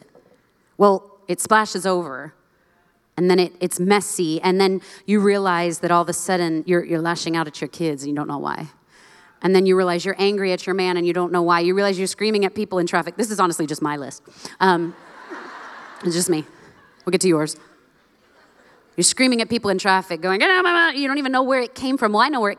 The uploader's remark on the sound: live from the 2022 Known Conference